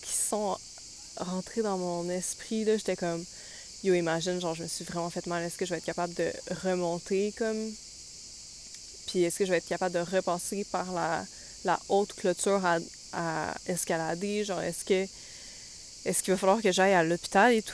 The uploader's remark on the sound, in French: Nous sommes désolées pour les bruits de fonds, elle enregistre dans un parc